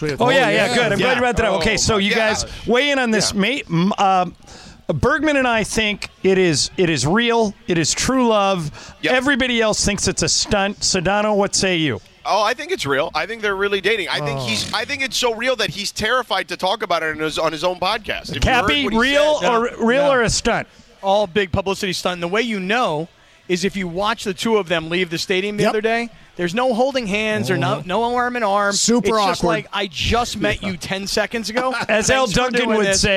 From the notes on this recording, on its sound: live from Yaamava' Resort and Casino